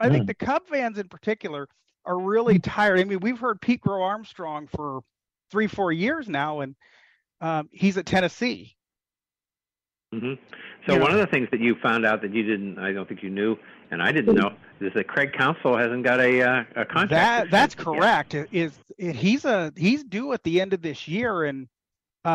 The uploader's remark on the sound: take your live calls